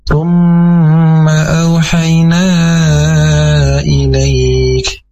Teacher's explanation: Izin kami koreksi, masih di bagian awal, yaitu summa, itu masih dipanjangkan juga, dan seharusnya hanya diangkat saja karena ada hukum gunnah atau mim bertasydid. Jadi cukup diangkat dengan dua harakat, tapi tidak dipanjangkan hukum bacaannya.